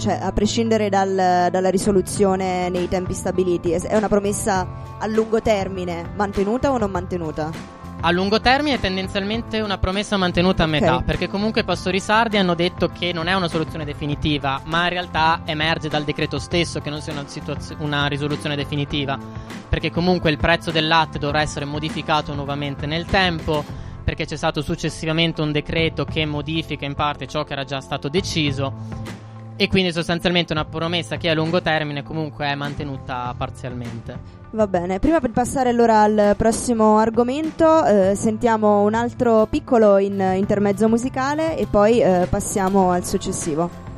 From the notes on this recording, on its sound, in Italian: dalla postazione di Sanbaradio al Festival dell'Economia di Trento